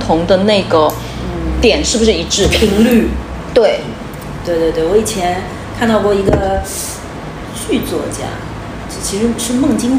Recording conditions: background noise